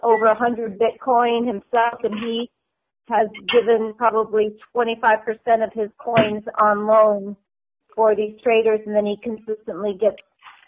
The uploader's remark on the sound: Conference call.